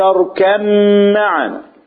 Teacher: بادغام الباء في الميم · Term: ادغام متجانسين